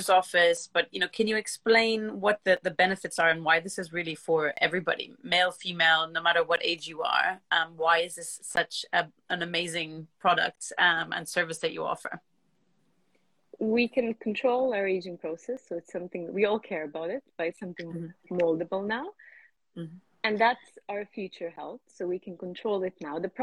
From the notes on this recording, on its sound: Today’s episode is from my Instagram Live deep-dive conversation